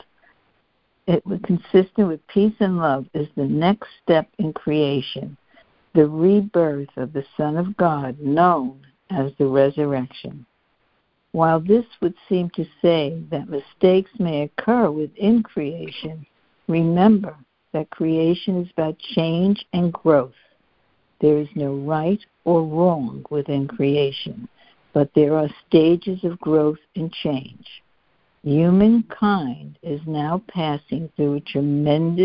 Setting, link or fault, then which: link, phone line